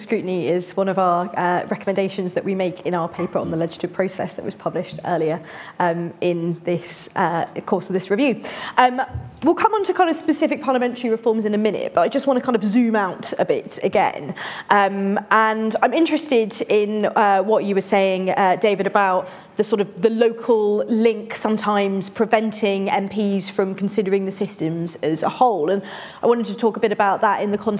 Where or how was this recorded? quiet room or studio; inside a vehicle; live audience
live audience